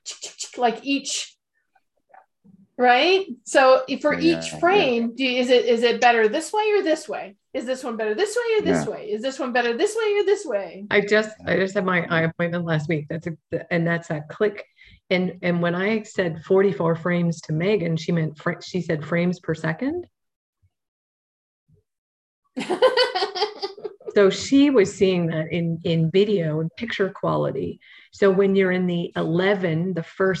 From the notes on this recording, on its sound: Audio version of May 6, 2022 Zoom call